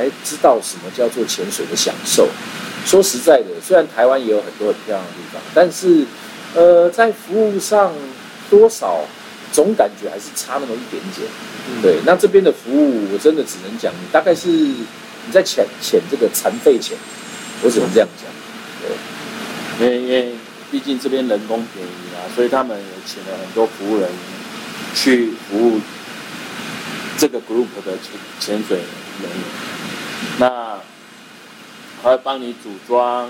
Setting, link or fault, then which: setting, busy venue